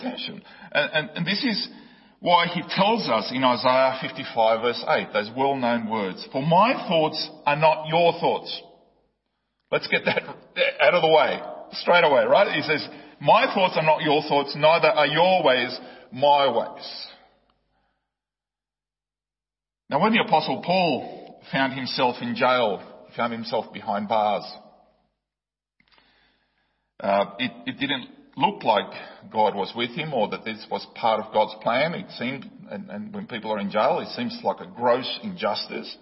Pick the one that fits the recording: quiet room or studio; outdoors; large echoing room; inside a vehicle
large echoing room